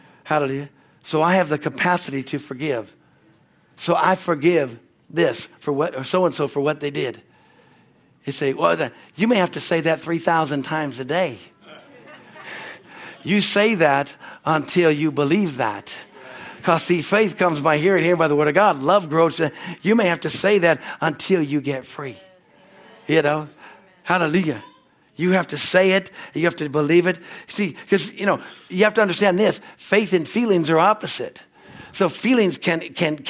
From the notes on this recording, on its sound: At Harvest Bible Church in Stockton, CA.